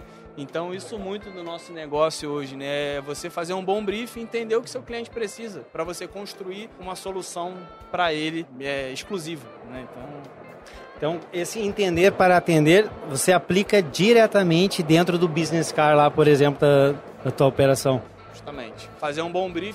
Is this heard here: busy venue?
yes